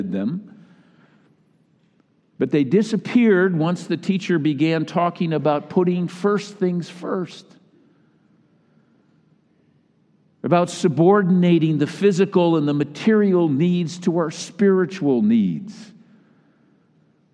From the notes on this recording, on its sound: we are sharing the recording of the whole Sunday service here